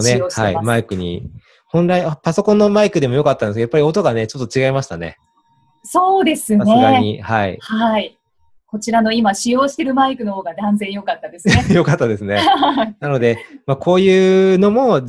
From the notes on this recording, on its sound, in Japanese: オンライン収録のため、通常より音声が劣りますがご了承ください。